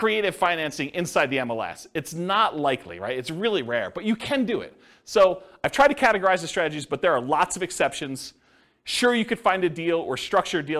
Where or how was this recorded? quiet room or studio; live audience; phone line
live audience